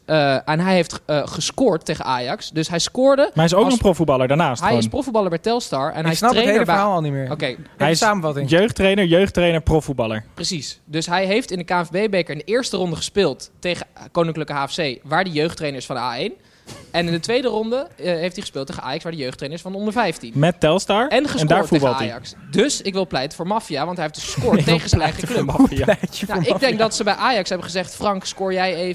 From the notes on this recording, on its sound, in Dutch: Zitten we live in een vol stadion! (liveshow XL).